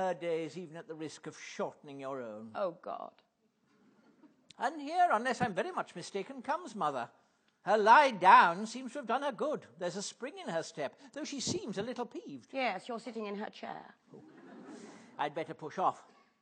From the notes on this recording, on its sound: Taken from the National Theatre's archive of Platform event. Perform a short radio play with him in front of a live audience at the National Theatre. This is an audio recording of a live event from 1995.